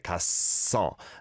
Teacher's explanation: The double shot sound is on that first syllable there. 갔어. And then blends over to the second one.